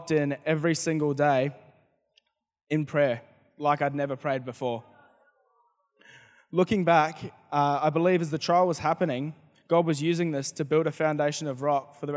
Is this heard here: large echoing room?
yes